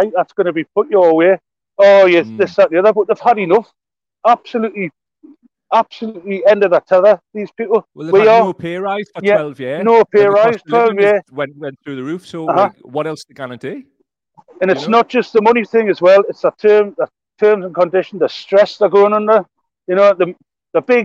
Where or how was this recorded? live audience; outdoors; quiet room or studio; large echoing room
outdoors